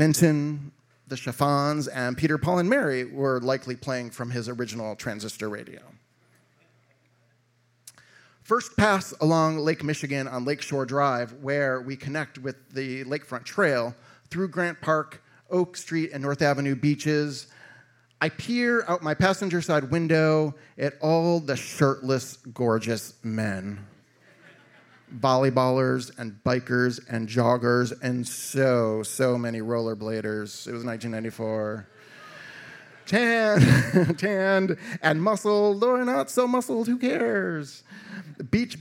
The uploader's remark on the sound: a live lit and music series recorded at Martyrs in Chicago's North Center neighborhood